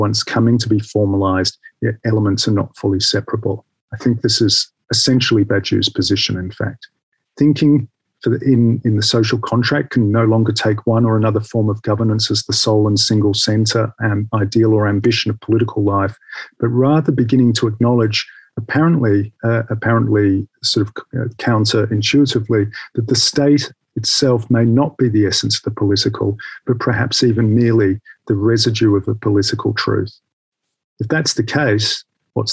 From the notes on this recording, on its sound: The seminar took place over Zoom.